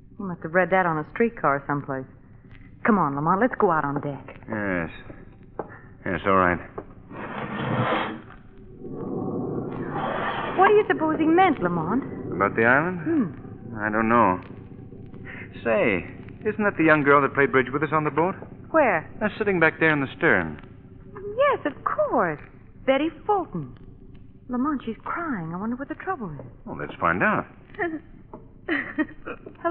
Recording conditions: poor sound quality